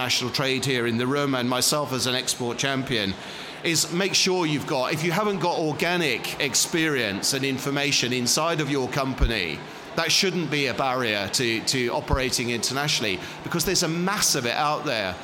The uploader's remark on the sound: Expo East 2018 discussion panel